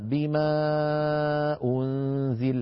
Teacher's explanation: إذن أيها الإخوة، المد المنفصل ليس كل القراء يمدونه، يعني ليس كل القراء يقولون بما أنزل هكذا مطولا عن حده الطبيعي، بل بعض القراء يقول بما أنزل بما أنزل، قالوا آمنا وفي أنفسكم، فلا يزيدون هذا المد عن حده الطبيعي، وكأن الهمزة لم تأتي وكأن الهمزة لا أثر لها.